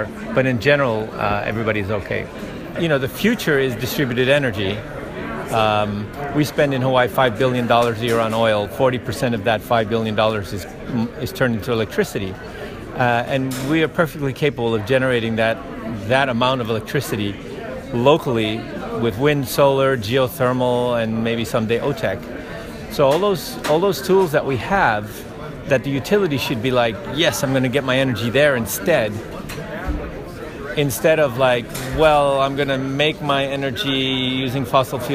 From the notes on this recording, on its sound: the GreenBiz team reports on the ground from the VERGE Hawaii 2017 conference